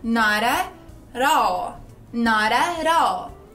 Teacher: Mas um nativo norte-americano diria nara, porque aquele T vira um R.